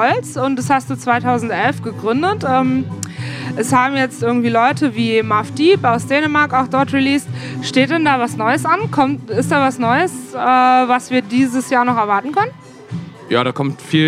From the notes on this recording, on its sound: Live aus der Else. BLN.FM Interviews.